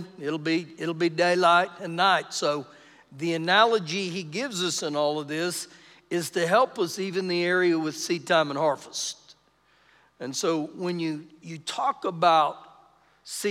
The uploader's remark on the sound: Recorded live during our Wednesday night service